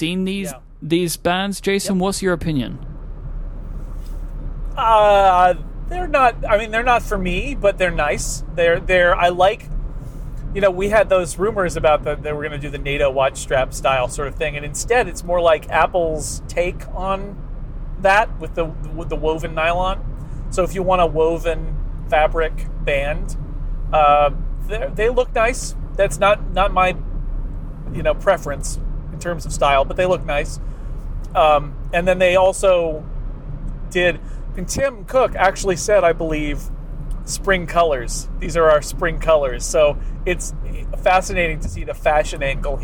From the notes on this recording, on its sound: Live From Interstate 280. Fresh from Apple’s March 21 event in Cupertino and keeps him company on his long drive home up Interstate 280.